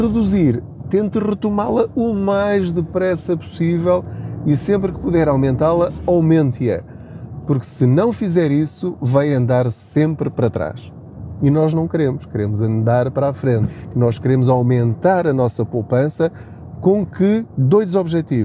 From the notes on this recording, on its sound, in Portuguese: Não ligue aos barulhos da viagem.